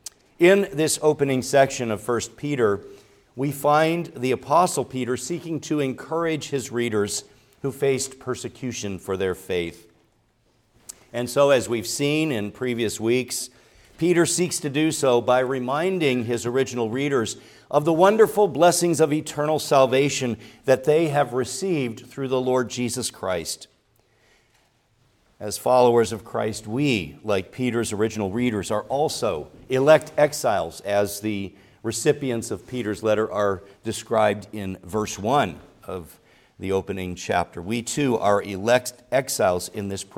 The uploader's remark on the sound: preached at Grace Orthodox Presbyterian Church in Sewickley, PA, during the evening Worship Service on Sunday, December 10, 2023.